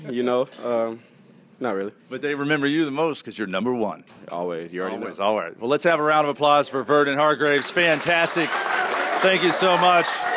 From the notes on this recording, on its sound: This show begins in front of a live studio audience in Gainesville at the University of Florida.